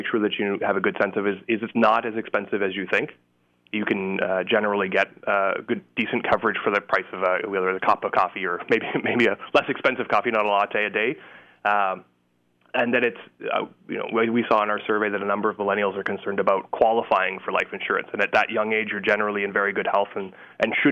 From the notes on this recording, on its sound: joins us by phone